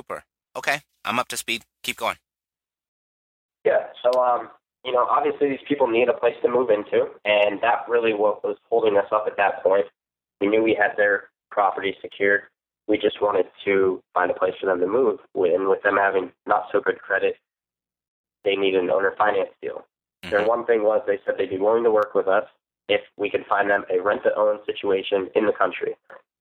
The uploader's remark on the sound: received a phone call from two podcast listeners